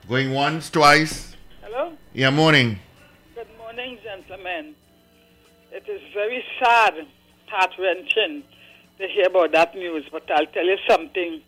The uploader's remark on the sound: we take more calls from the audience